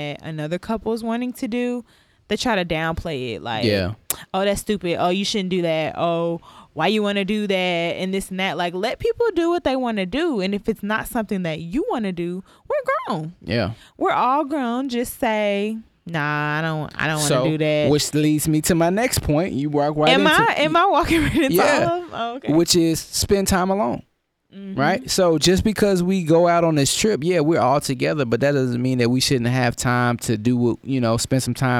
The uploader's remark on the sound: LIVE from Maui, Hawaii. This episode was recorded live in Maui, Hawaii while sitting next to the ocean.